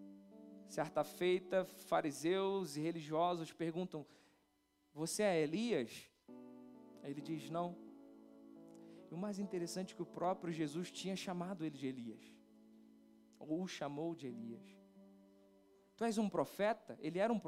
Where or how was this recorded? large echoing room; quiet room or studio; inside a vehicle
large echoing room